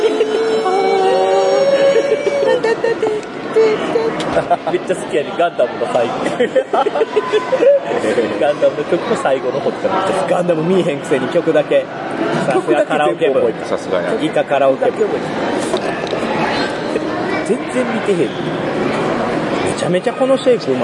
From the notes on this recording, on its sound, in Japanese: ボードゲーム合宿in静岡。一部、屋外での収録のため、騒音雑音が入っております。